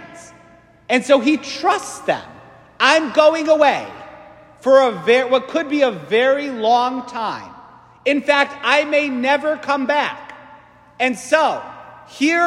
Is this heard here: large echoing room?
yes